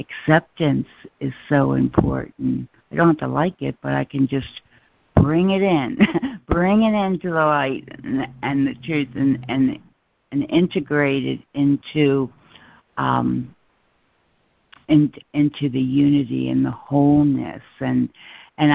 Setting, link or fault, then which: link, phone line